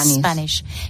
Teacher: había gente que también ha pronunciado la S del final como una S española cuando es un sh